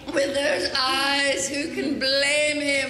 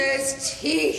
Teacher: I would think some of this dialogue is fun to say, and some of the words, like the syllables, get drawn out, like the way you say eyes, blame, even teeth